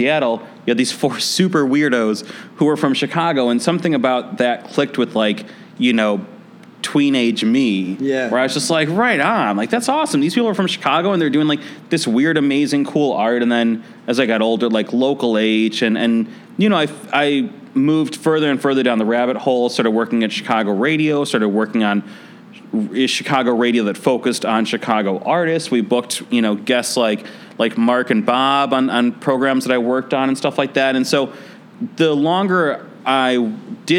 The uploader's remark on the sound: Industry Interactive is Dynasty Podcasts' live workshop series. The live conversation served as the keynote at Chicago Inno's music tech State of Innovation event, held January 26th at General Assembly Chicago.